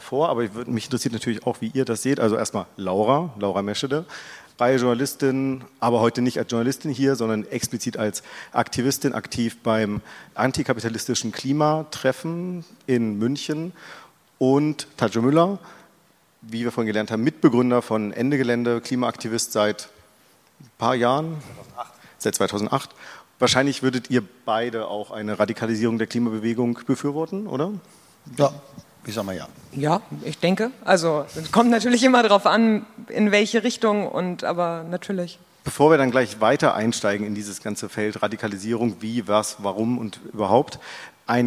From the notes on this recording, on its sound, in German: Das Gespräch wurde im Rahmen der Reihe „Bündnisse Bilden“ am Berliner Ensemble aufgezeichnet.